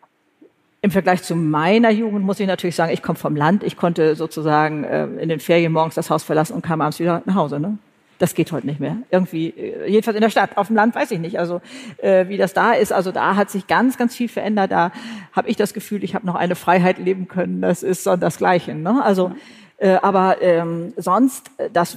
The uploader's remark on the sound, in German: Live-Podcast vom BRIGITTE Academy Job-Symposium. Live aus Mainz. Auf der großen Bühne – live vor Publikum! Beim großen BRIGITTE Academy Job-Symposium. In Mainz war es so weit.